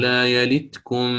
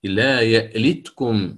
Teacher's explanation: قرأ بإثبات الهمز، حقق الهمزة هنا · Shown in: second take